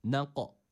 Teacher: Birincisi kaf harfi sakindir. Nak'a. Burada yine kalkale var zaten.